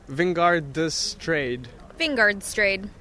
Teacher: our D's and our G's are often not pronounced